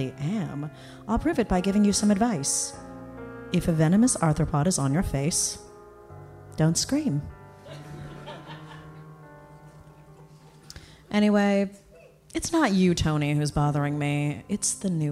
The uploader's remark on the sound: Live in LA at Largo.